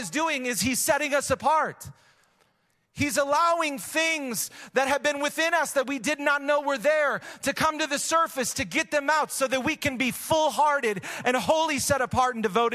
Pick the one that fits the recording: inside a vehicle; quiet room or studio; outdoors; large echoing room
large echoing room